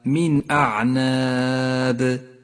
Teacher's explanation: المثال التالي على حكم الإظهار في قوله تعالى من أعناب، النون الساكنة وبعدها الهمزة، تظهر النون من غير غنة أو تشديد لأن الهمزة من حروف الإظهار